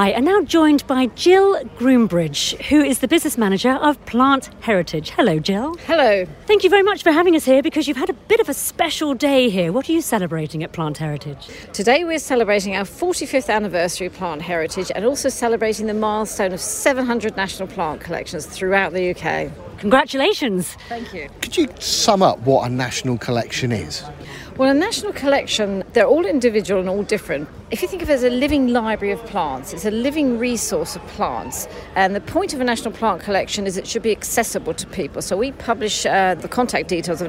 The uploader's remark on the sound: at the Hampton Court Palace Garden Festival